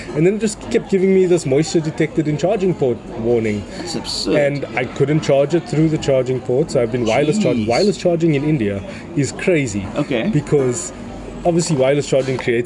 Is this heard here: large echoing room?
no